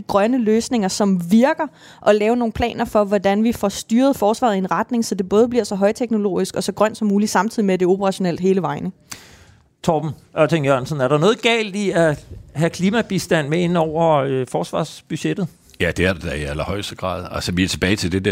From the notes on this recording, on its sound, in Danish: Programmet blev optaget på Folkemødet.